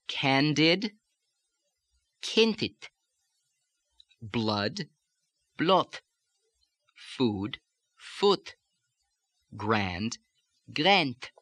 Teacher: We look now at the D sound, D, D, in medial and final position, which becomes voiceless again, getting out of the lazy resonance, becomes voiceless, and you get that T.